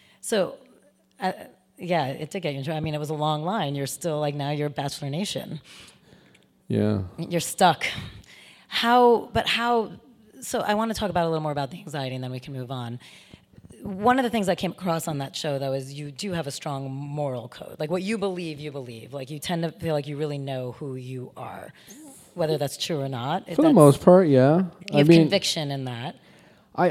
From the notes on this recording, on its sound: LIVE at the DEN for our last #DENtalksLIVE podcast event! We had SO much fun at this live event with him!